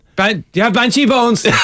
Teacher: You're now putting the emphasis on every syllable.